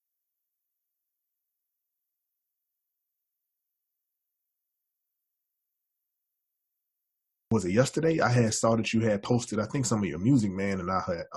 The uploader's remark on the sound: In this special unedited episode. We apologize for the audio quality as we were experiencing some technical difficulties.